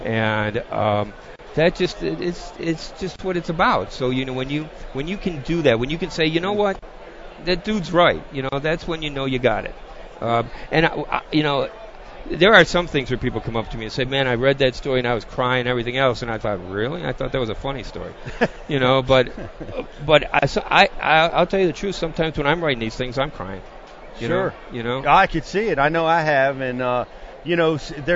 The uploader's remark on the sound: Live from the 2018 Bassmaster Classic. Recorded at the Geico Bassmaster Classic.